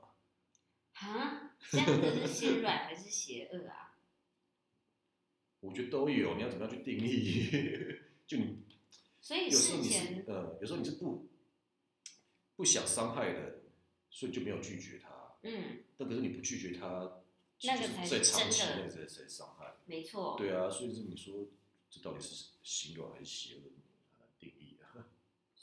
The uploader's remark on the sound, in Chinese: 首集音質不佳。風和日麗的午後。